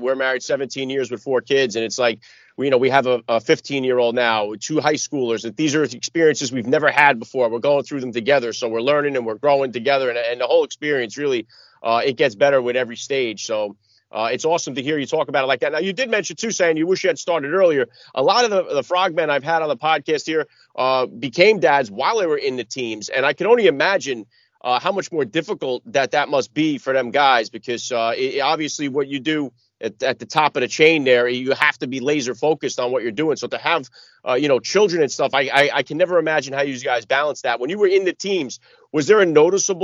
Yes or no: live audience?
no